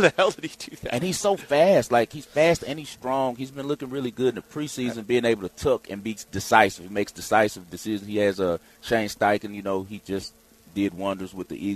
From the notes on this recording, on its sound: LIVE from Circa Resort & Casino in Las Vegas!